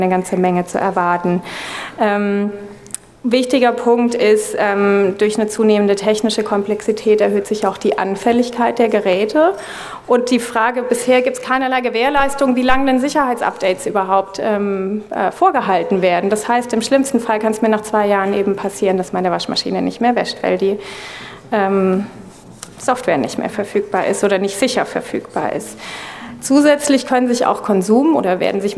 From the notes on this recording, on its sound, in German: wollen wir gemeinsam mit dem Publikum diskutieren